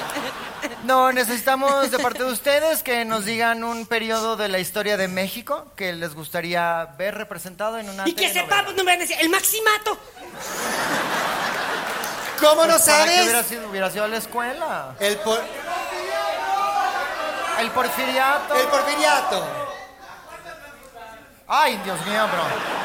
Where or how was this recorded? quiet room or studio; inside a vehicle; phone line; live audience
live audience